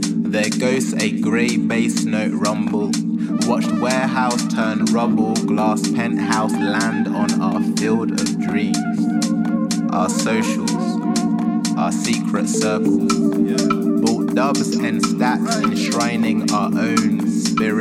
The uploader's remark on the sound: Live at Cosmic Boogie 4th June. The 4th and final recording from our June party.